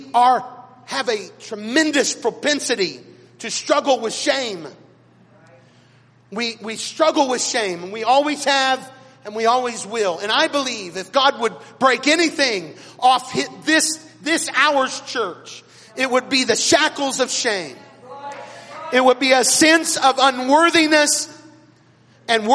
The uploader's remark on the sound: recorded at Chapel North on Sunday August 14th, 2016